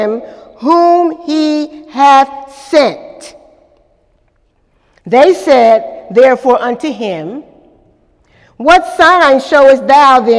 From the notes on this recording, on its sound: During Wednesday night service on March 28, 2018